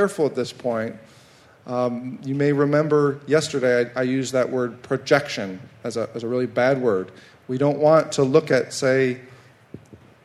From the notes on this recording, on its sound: a live Q&A session